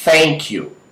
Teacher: Se você colocar a mão aqui, você vai ver que as suas cordas vocais não vão vibrar.